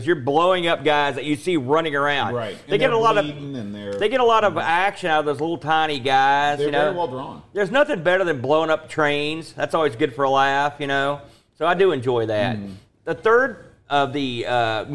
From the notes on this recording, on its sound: LIVE from Boatfest 2023